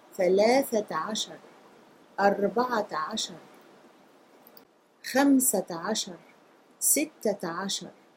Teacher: when we have a ta marbuta, that ta marbuta is pronounced as a ta